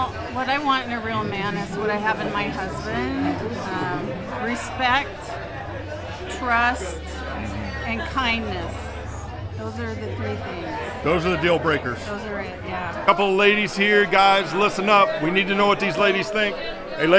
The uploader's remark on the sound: LIVE at The Helix Rodeo (On Location)